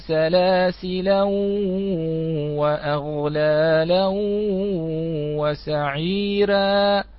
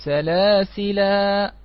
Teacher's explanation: بالتنوين لورش في الوصل ومد العوض في الوقف